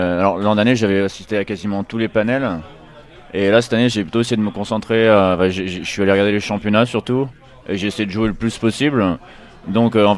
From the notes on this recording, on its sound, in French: Un épisode spécial enregistré à la BlizzCon.